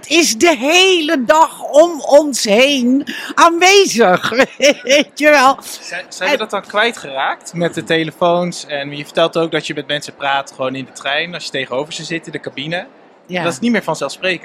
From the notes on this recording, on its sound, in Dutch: Congres de Stervensfase. Live bij het congres!